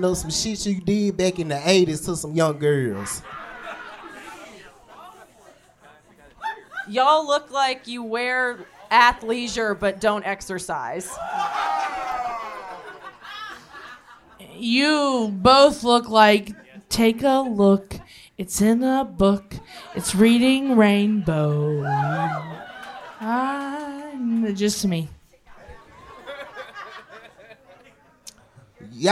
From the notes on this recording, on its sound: Recorded LIVE at the world famous P&H Cafe in Memphis, TN!